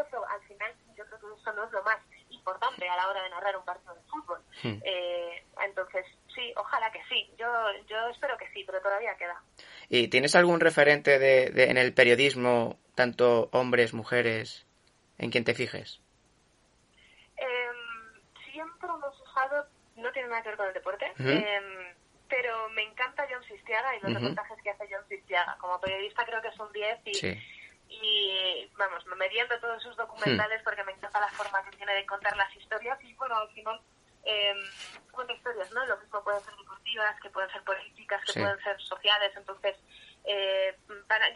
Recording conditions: phone line